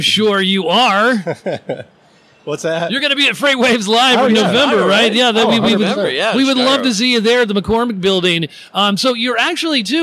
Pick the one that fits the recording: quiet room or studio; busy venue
busy venue